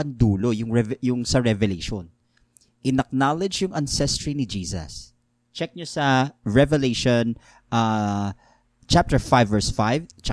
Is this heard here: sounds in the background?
no